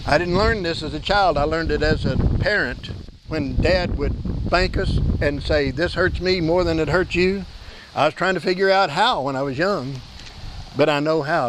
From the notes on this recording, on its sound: Please excuse the presence of the wind noise. This service was held outdoors due to a fire in our building on Saturday afternoon.